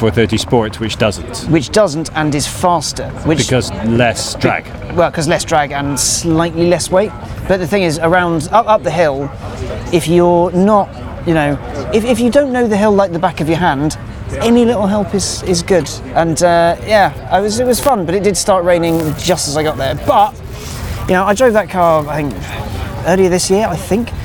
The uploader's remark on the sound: Live from the Goodwood Festival of Speed